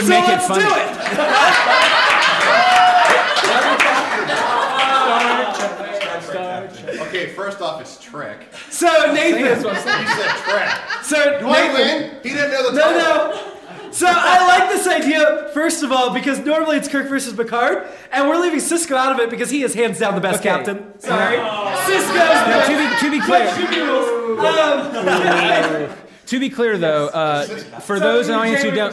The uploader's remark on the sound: Originally Recorded Live at Packrat Comics, it is now performed at MadLabs Columbus the second Saturday of every month! Packrat Comics is a fun family friendly comic shop located in the heart of Old Hilliard.